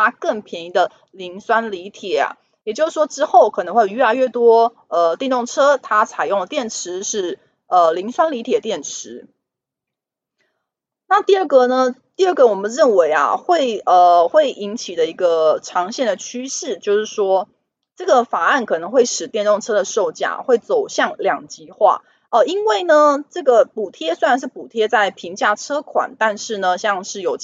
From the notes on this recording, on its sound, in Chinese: 本集有些許雜音，已亟力避免，如有察覺請多多包涵